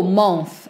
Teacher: Não é o, month. É a month, month, mês.